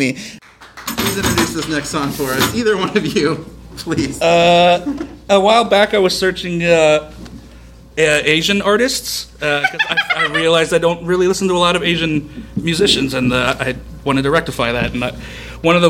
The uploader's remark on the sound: When it comes to cool stuff happening in Chicago podcast, Postloudness is high on our list, so we were really jazzed to collaborate with them for an evening of live storytelling.